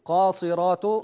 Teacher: نقول قاصرات بترقيق الراء، الراء مفتوحة مسبوقة بكسر.